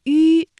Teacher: 看山河锦绣，览华夏文明，访古迹遗珍，赏神韵雅音，心灵之旅，颂游中国。今天和大家一起来学习的是"吁"以及"吁"开头的韵母。那我们从读音上啊，能够感受得到，像"吁"、"约"、"鸢"、"晕"作为韵母的呢，都是我们今天学习的重点。比如"四季"、"于是"、"迂回"、"月亮"。那韵母吁呢，是舌面单韵母，发音的时候两唇要拢圆，略向前凸，舌尖抵住下齿背，使舌面前部隆起，硬腭前部相对，声带是震动的，软腭上升，关闭鼻腔通路，这是它基本的一个发音要点啊。接下来呢，我们的颂游之旅马上就要开始了。这篇作品当中，吁开头的韵母又有怎样的发音特点呢？我们一起来感受一下。从河边齐街楼的木柱子之间望出去，想通过画框去选景，看着对岸蜿蜒曲折的街巷，那白